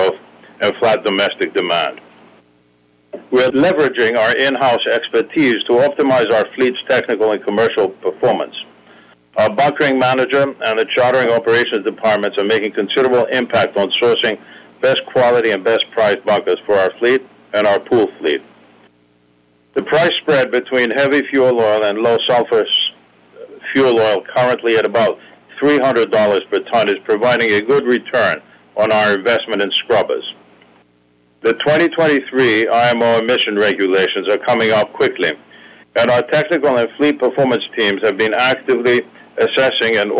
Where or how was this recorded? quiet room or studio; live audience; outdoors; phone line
phone line